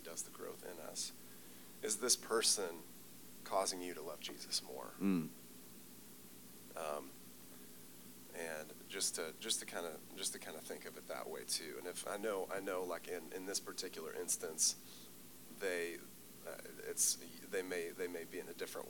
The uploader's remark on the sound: Audio a little low, working on that for the next episode.